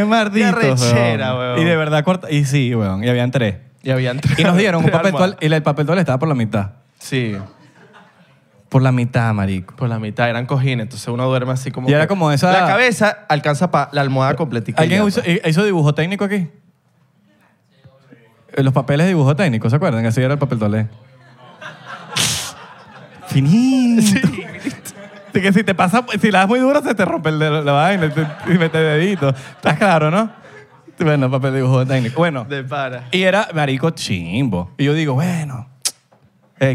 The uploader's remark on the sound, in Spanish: En vivo en New York. En vivo desde "Broadway Comedy Club" en la ciudad de Nueva York.